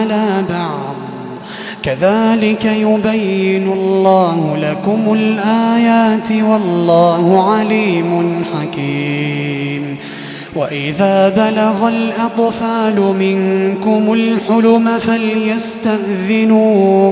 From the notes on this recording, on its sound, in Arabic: تسجيلات من صلاة التراويح لشهر رمضان عام 2016.